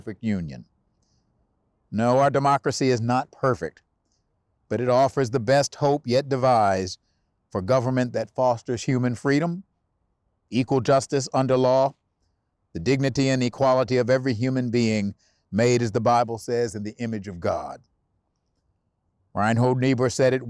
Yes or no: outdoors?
yes